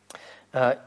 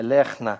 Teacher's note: Но поскольку есть ударение, поэтому шва непроизносимая.